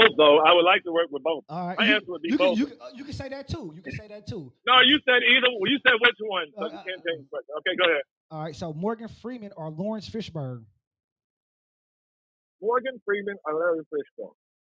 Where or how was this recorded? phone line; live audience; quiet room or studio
phone line